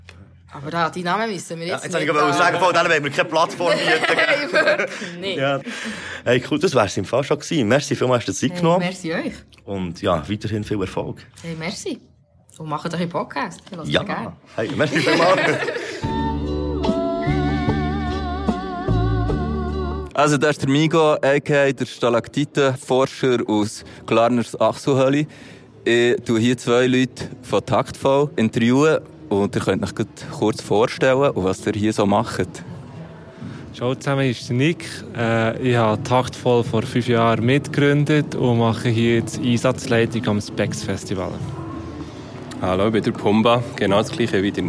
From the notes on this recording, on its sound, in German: zwei Tage lang am Spex Festival unterwegs!